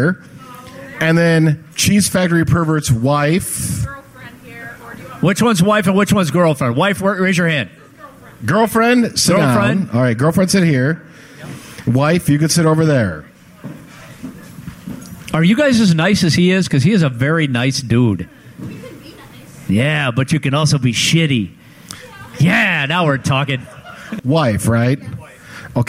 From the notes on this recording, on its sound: Live inside Stan's Room at Piere's.